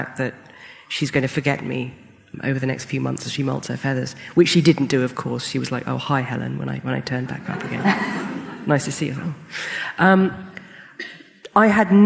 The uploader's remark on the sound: Live Event